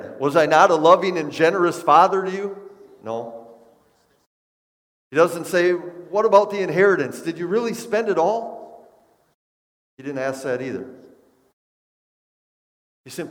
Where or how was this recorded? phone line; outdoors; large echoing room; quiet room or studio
large echoing room